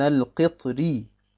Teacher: Wenn ich allerdings weiterlesen würde, hätte das Ra bei Al-Qitr eine Kasra. Ein Al-Qitri. Und dann wäre es auf jeden Fall hell und niemals dunkel